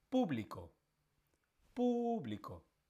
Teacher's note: El acento está en la primera sílaba.